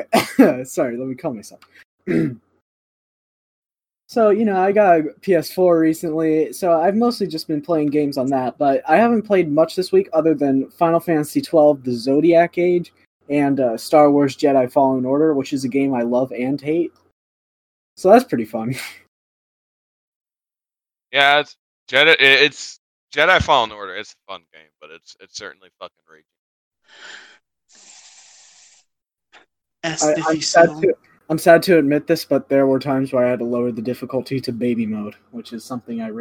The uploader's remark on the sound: We attempted to do something new but the episode audio has unfortunately been corrupted.